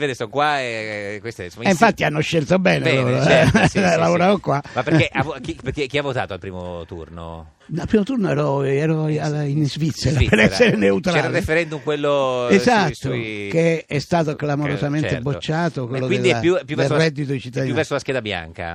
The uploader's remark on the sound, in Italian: L'ospite in studio. Al telefono.